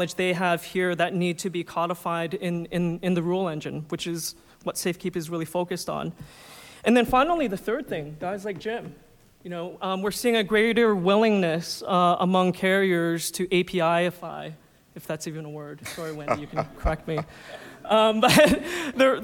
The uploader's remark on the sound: InsurTech Panel – Acord Connect – Live Recording. Recorded Live in Boston.